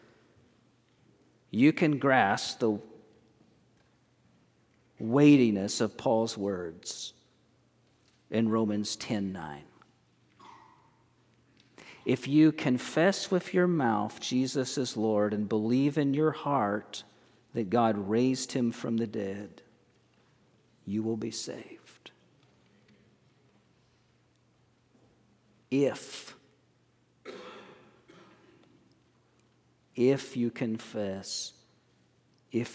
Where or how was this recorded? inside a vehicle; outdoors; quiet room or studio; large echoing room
large echoing room